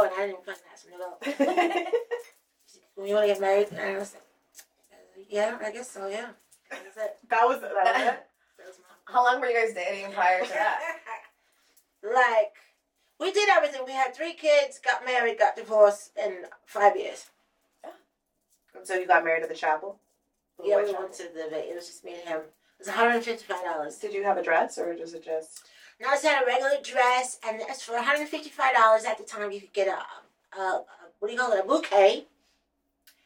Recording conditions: poor sound quality